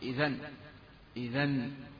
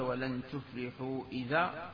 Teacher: يجب في الوقف قلب النون الساكنة ألفا · Shown in: second take